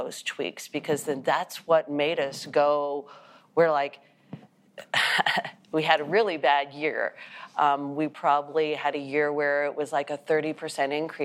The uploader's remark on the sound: We took the bold step of recording this episode before a “live audience” at our recent Paradigm and Structure Members’ Meetings.